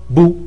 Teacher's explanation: لما نطقت الباء أنا نطقت صوتين، نطقت الباء ساكنة في لحظة ب، ونطقت الفتح القصير ب. ولما نطقت بو نطقت الباء الساكنة في لحظة ب، ونطقت الضم القصير بو.